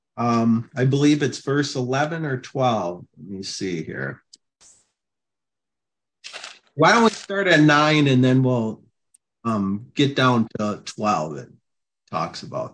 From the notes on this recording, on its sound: Oceanside Zoom Class.